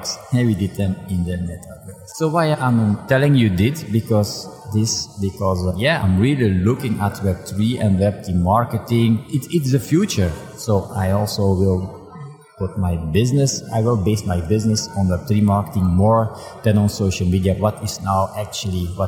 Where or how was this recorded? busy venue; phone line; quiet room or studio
busy venue